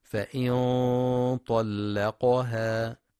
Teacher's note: نون ساكنة بعدها طاء، إخفاء حقيقي بغنة مفخمة